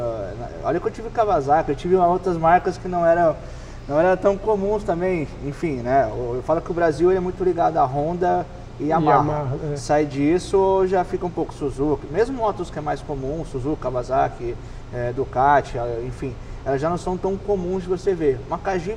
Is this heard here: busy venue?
yes